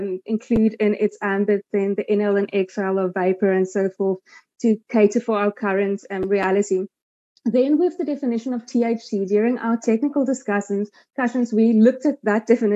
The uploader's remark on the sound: Virtual meeting Platform.